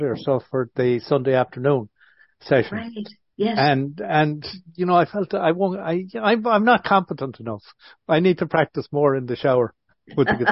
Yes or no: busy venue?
no